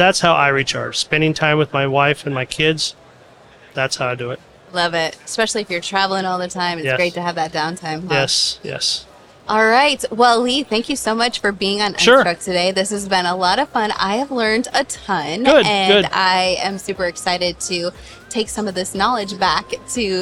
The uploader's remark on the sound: A23 Live. In this A’23 on location episode.